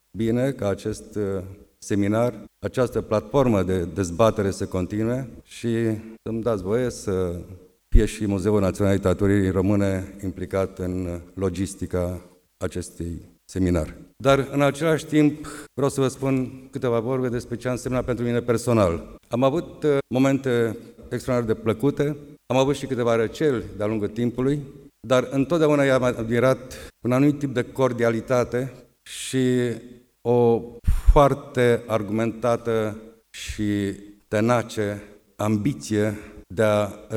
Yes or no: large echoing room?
yes